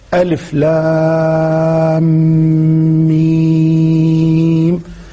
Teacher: أن تمد اللام ست حركات وتمد الميم ست حركات · حركات وتمد الميم ست حركات ألف لام ميم هذه القراءة الصحيحة أن تمد اللام ست حركات ثم تدغم بالميم ويعطى الإدغام الغنة ثم بعد ذلك تعطى الميم ست حركات · Term: إدغام الميم مع الميم